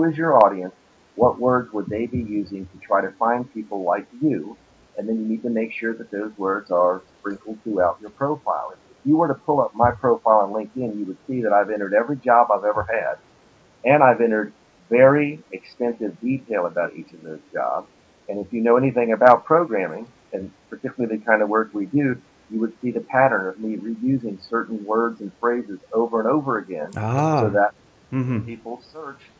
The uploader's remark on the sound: The sound quality is a bit ropey on this one.